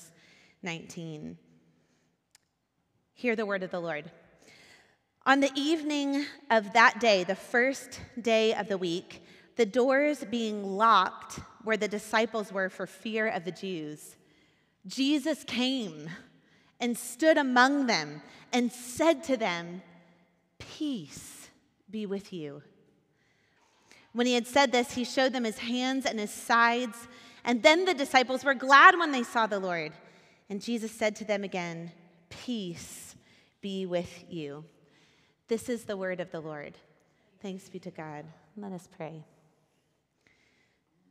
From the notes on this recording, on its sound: Recorded at our Sunday gathering on April 9th, 2023 in Port Orchard WA.